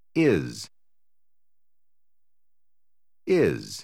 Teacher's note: Um S final se pronuncia z.